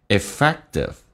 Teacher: When we are clear we are moreeffective，我们就更加的有效率。effective，首先 effective 有个 k 是不用发音的，那么在美式发音有两个辅音在一起，只用发后面一个，前面如果是一个元音，气流就阻塞一下，就到下面一个辅音，叫 you seeeffective，他们有说 effective，而且 T 要浊化成 D 这个发音